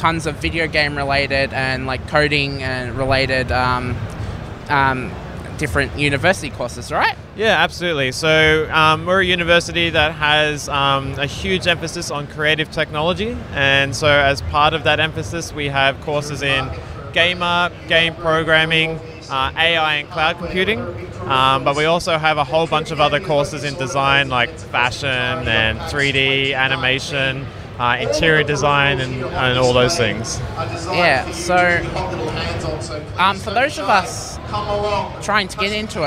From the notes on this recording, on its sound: At PAX Australia at Melbourne Convention and Exhibition Centre.